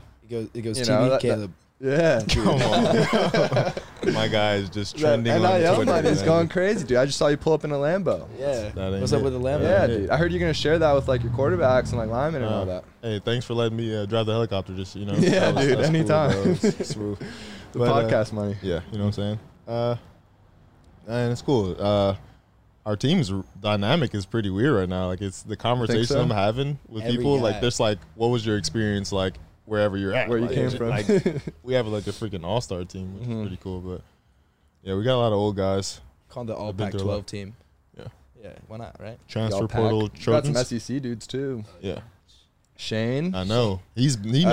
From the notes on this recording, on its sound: in the truck